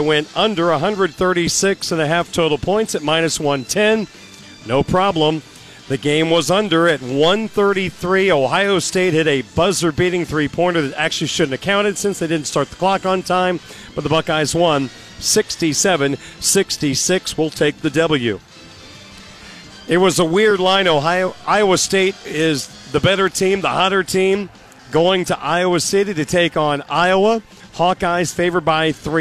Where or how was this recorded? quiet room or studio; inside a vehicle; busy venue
busy venue